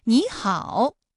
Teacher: 双音节的三声组合啊，第一个音节的三声变成二声